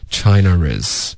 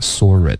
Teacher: 就在这种两个单元音连起来的时候，英式口音就会添加一个 r 啊